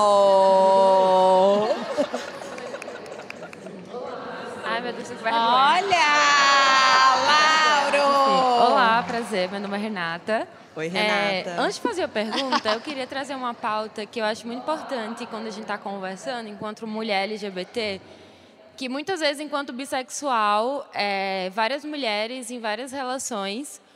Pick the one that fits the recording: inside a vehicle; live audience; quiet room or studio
live audience